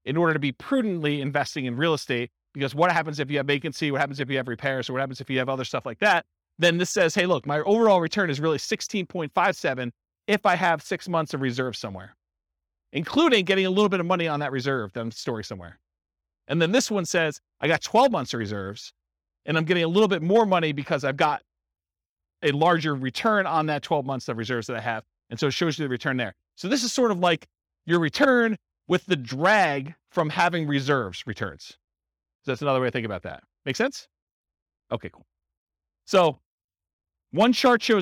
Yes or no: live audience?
yes